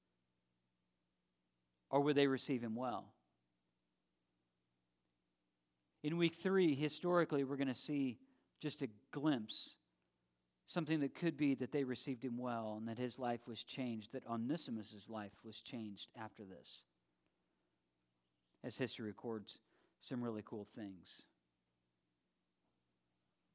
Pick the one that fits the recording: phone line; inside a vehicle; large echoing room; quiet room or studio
large echoing room